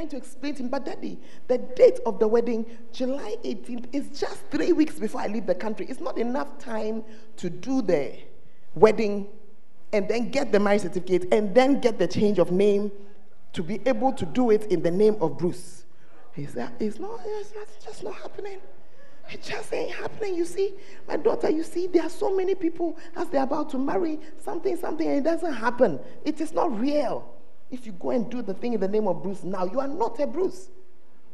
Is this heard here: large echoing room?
yes